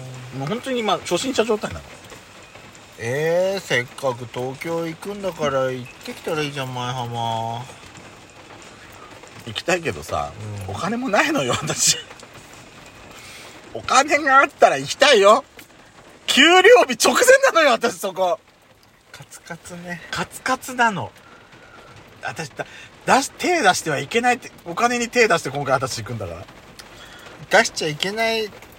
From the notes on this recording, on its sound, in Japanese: パーキング収録。雨音ノイズ。